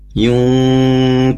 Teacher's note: Nun sukun bertemu huruf kaf, itu juga dibaca gunnah.